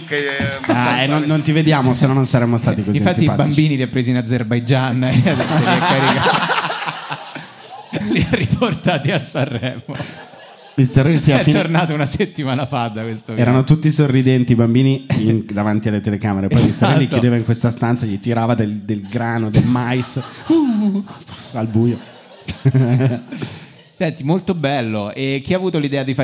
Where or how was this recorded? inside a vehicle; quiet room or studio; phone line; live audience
live audience